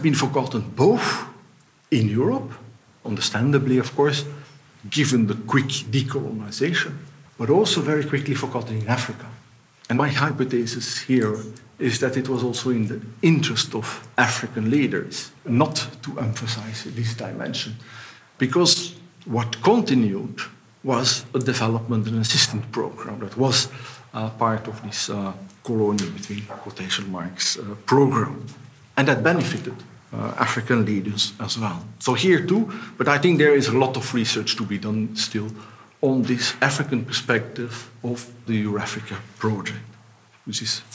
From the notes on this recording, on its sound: We will listen to a conference given by the European General Studies Programme in the framework of their Conference Series "Global Europe in the Real New Millenium.